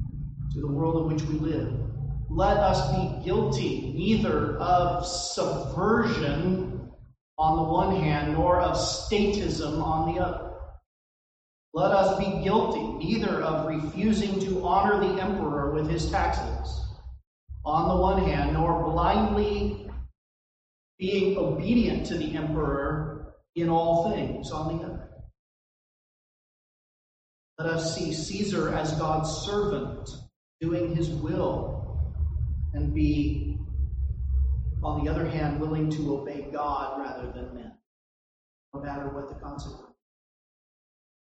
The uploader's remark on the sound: This recording suffers from poor audio quality.